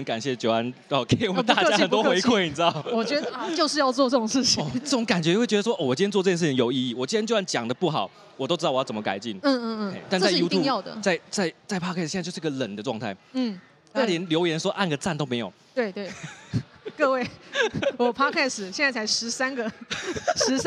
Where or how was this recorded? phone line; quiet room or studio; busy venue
busy venue